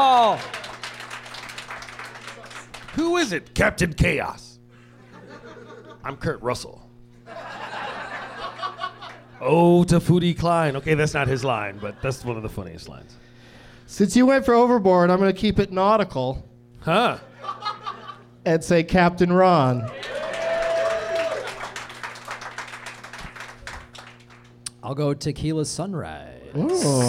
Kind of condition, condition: setting, live audience